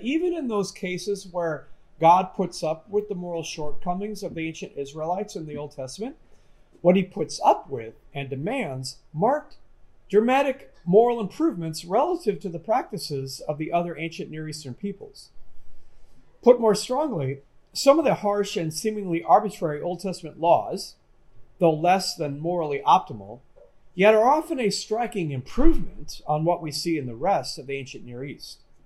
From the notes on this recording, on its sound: This lecture was given on January 31, 2023, at Yale University.